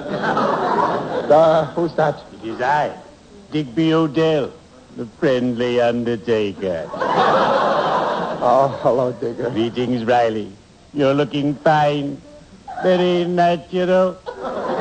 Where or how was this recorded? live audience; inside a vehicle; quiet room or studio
live audience